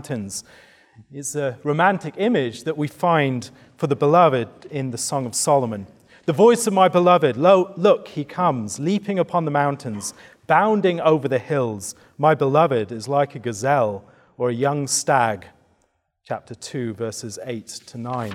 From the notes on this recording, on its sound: given at the 2023 Theopolitan Ministry Conference